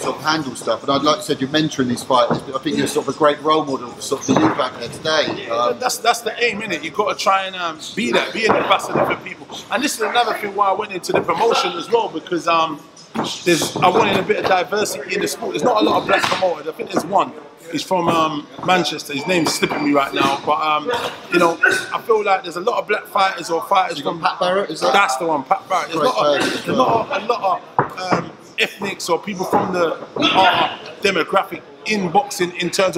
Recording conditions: busy venue